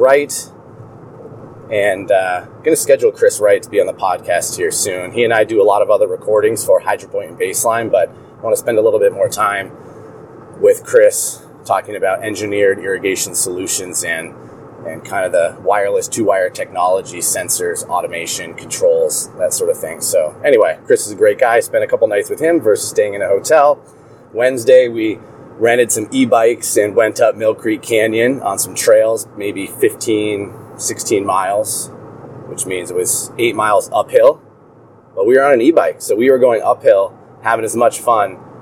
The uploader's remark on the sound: records live from Highway I-15 in Salt Lake City, Utah.